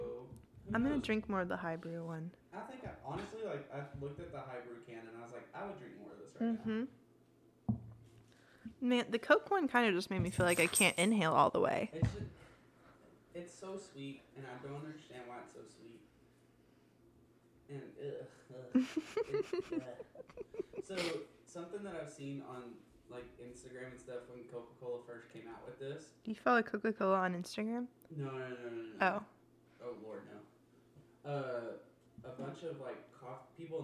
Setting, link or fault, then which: fault, poor microphone